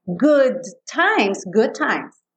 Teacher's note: não vai quicar duas vezes, uma no D e uma no T.